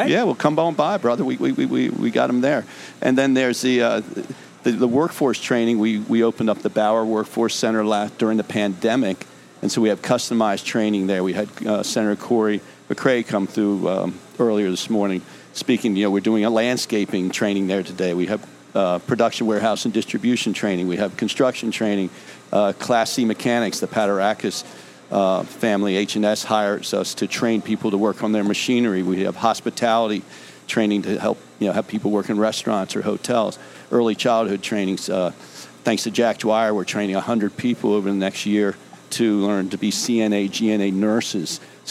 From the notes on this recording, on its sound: On "A Cup Of Soup Or Bowl" week at Faidley's Seafood in historic Lexington Market.